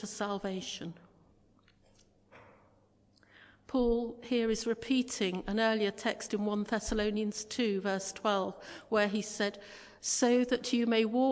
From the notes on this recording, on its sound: Christ Church, Bayston Hill (UK)